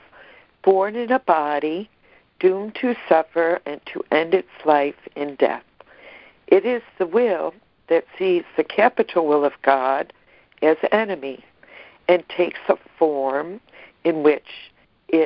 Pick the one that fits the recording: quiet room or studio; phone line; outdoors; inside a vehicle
phone line